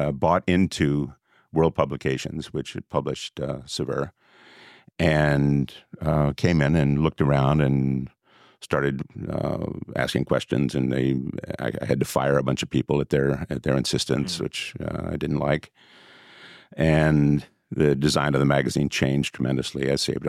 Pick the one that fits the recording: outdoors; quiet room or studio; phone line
quiet room or studio